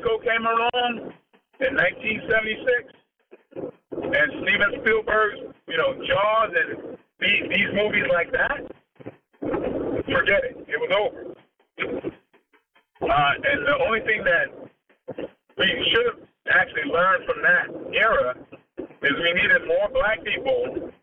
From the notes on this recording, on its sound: The Audio in this episode is not up to the usual standards of FanBrosShow excellence.